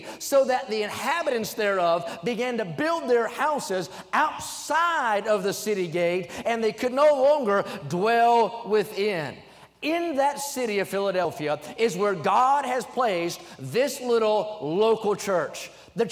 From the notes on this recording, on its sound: during the Wednesday Evening service on April 26, 2023, at North Valley Baptist Church in Santa Clara, California